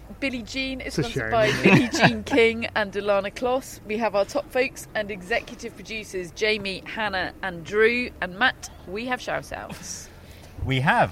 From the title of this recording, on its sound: Live from Wimbledon